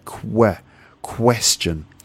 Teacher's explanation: it should be question, and there's a w, a w sound in there